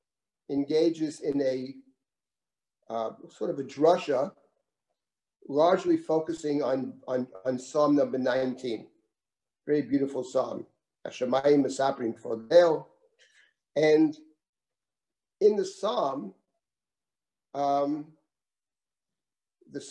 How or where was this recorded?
video call